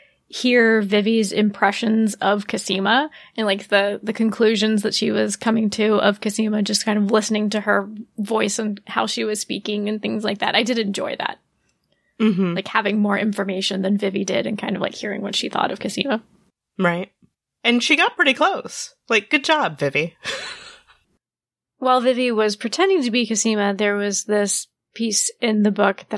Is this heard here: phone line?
no